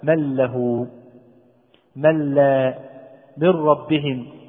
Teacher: لعدم وجود أي جزء من أجزاء النون بالمرة في هذا النوع من الإدغام، فاختفت النون بالكلية، أدخلت في هذا الحرف بالكلية، لذلك يسمى هذا الإدغام بالإدغام ماذا؟ · Term: الإدغام الكامل